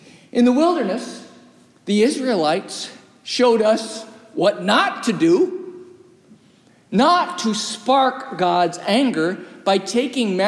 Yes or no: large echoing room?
yes